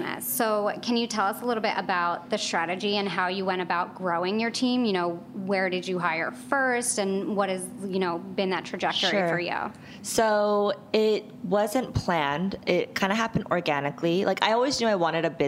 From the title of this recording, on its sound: Live at Create & Cultivate Chicago